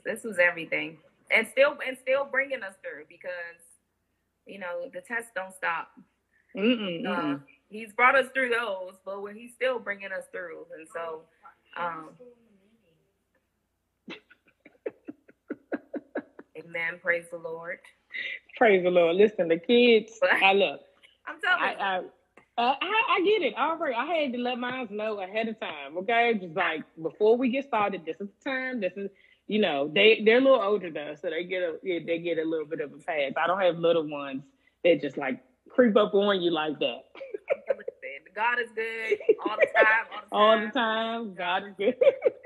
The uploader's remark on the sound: we are rewinding an Instagram Live Series from June 2021